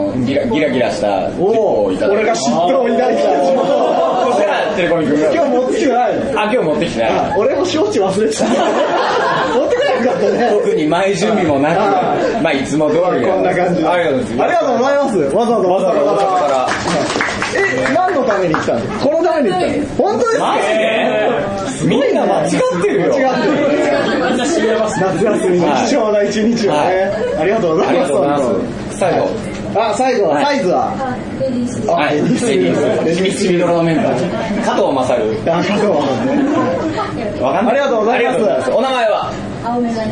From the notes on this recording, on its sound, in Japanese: ポッドキャスト1周年を記念して開催された公開録音第1部。おなじみのゲストがカラオケ大熱唱！